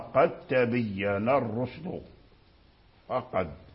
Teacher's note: إظهار دال قد عند التاء من قد تبين